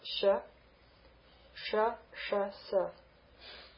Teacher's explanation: So we have palatal sh, lingual sh, and sibilant and dental sa.